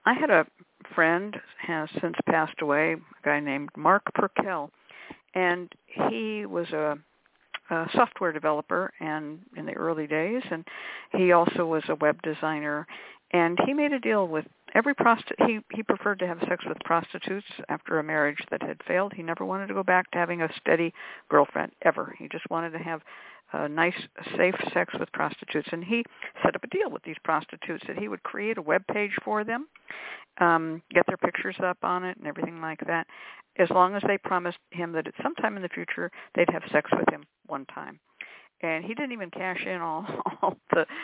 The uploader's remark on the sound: a real, live call-in show